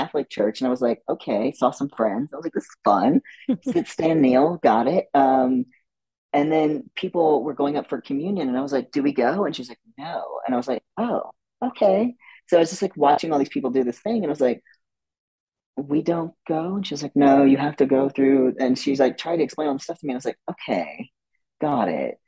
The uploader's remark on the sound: This podcast was recorded via Zoom.